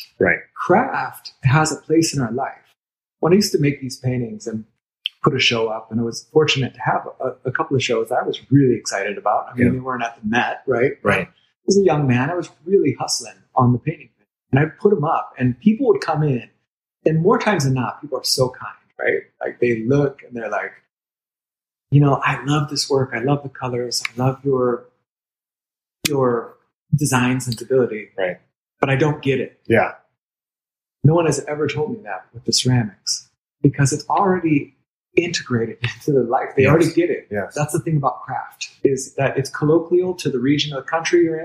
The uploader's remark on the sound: In his famed gallery on the doubly famed, Duval Street. The audio is a bit dodgy on this episode.